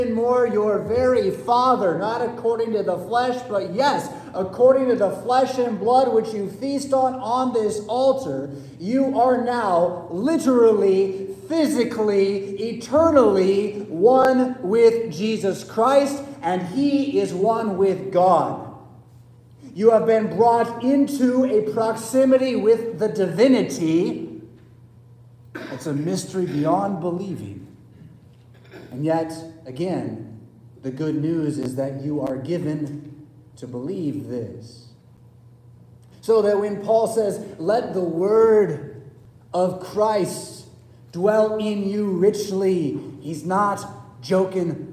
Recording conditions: large echoing room